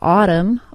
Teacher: that T in the middle of the word will be pronounced as an alveolar tap and will sound like a quick D sound because the T is between vowel sounds.